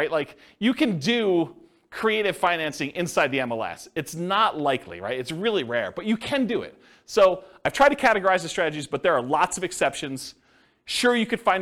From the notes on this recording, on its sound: This was a live class recorded